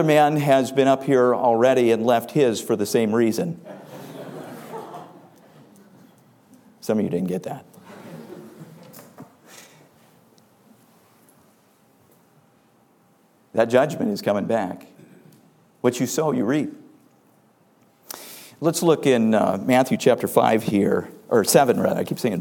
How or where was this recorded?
large echoing room